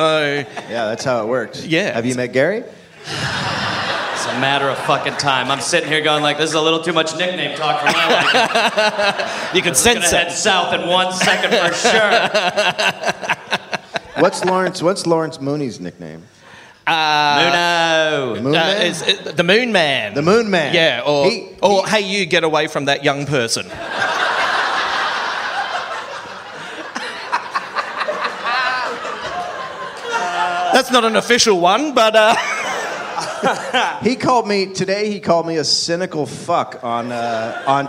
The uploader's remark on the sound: Live in Australia. Live from Mebourne, Australia.